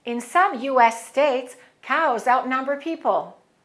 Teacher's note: We just make the S longer, but we don't stop between the two S's.